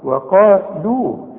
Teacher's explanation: وقالوا، أولا هذه الكلمة بتبدأ بحرف مرقق ويليها حرف مفخم، وأعلى حروف التفخيم الحرف المفخم اللي بعده ألف، لكن أنا عايزك تطلع الواو هنا، واو واو القرآن مش واو بتوع ال ها فما تقولش وقالوا لا ازاي واو دي هنقول واو وقالوا، رقق الواو قوي وفخم القاف قوي وبعدين رقق اللام قوي